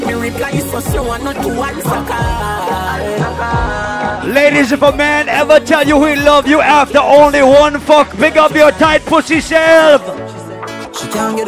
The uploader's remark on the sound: LIVE AT ISLAND SATURDAYS ON JAN 21ST